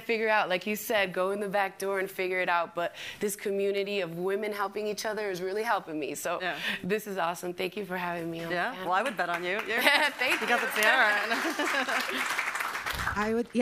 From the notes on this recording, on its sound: “Women on the Front Lines” Panel (SFF 2020). During the 2020 Sundance Film Festival in front of a live audience at the SundanceTV HQ in Park City, Utah.